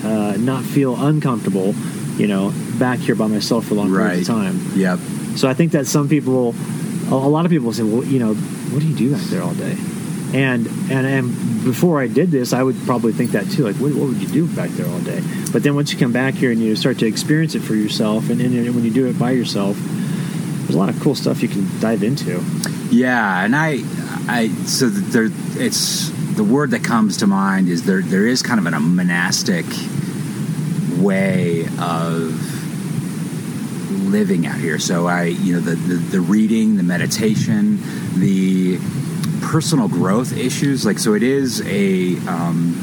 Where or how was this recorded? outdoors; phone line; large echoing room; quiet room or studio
outdoors